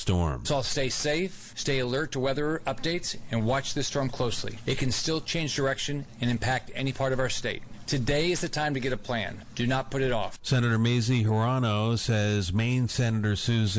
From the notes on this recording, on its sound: Heard live October 8, 2018 from SportsPage Grille in Ashland on 102.9 The Mater, WHAN Radio.